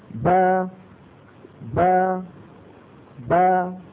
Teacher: ابتعدت الشفتان عن بعضهما، هذا مخرج الباء الأصلي